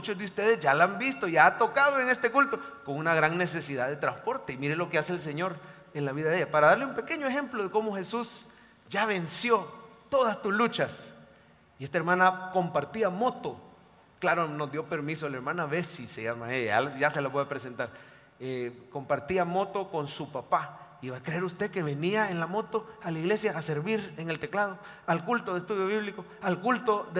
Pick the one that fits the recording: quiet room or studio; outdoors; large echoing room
large echoing room